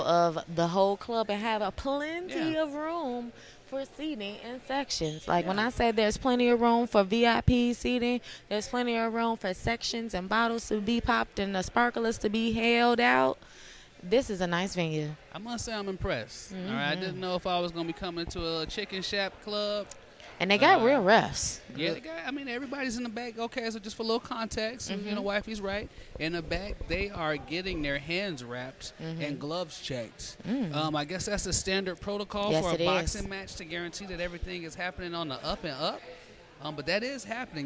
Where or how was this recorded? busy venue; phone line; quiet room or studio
busy venue